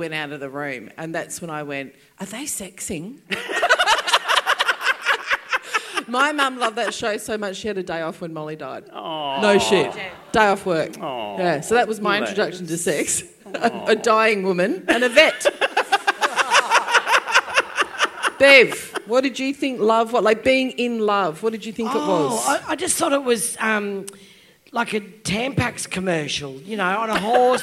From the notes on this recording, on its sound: LIVE at the Brunswick Ballroom. LIVE RECORDING.